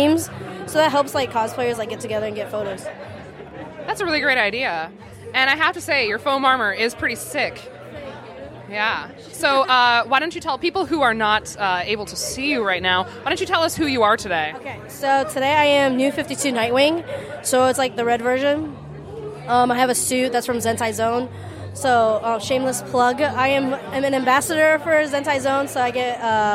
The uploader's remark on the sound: Live on the Con floor at All Star Comic Con in Tyson’s Corner, VA.